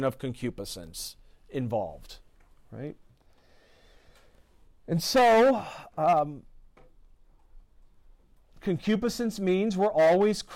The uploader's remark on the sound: This lecture was given on November 21st, 2023, at Universidad Panamericana Campus Mixcoac.